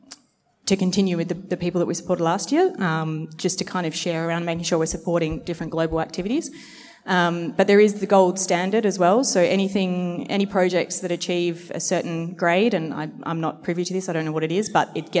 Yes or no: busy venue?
yes